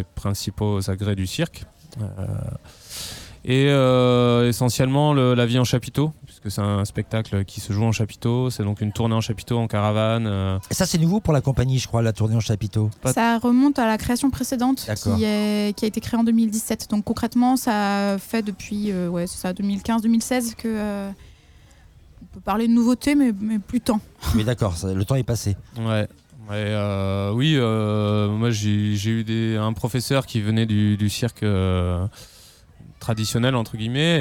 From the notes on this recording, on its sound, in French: la rédaction de Radio Alpa était en direct de la promenade Newton, à l’occasion du festival Le Mans Fait son Cirque.